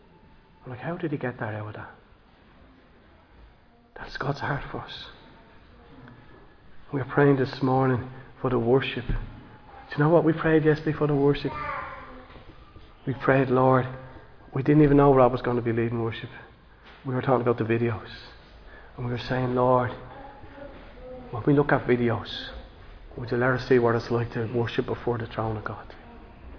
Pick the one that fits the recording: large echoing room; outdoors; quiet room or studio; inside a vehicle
large echoing room